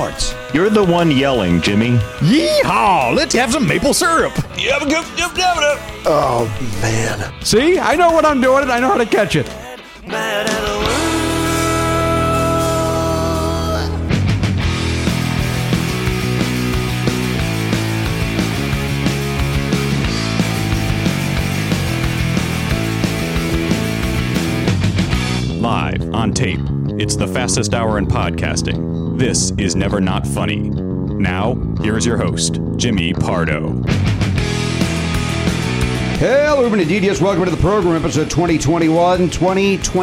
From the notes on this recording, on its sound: Picking up the phone